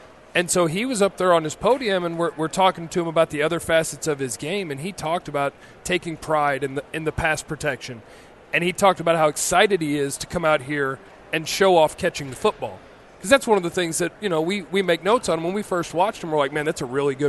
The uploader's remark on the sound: LIVE From 2016 NFL Combine